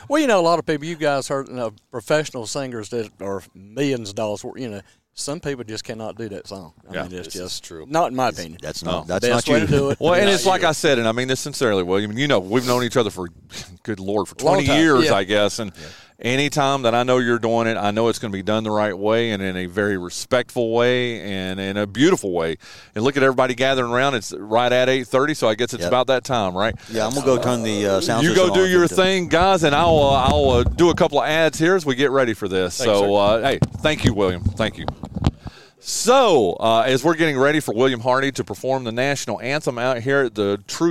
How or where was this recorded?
busy venue